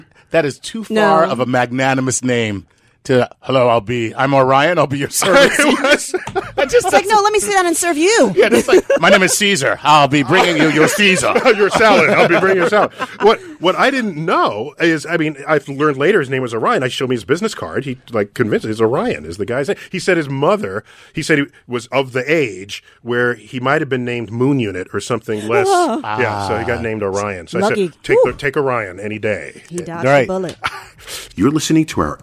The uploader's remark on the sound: Special guests call.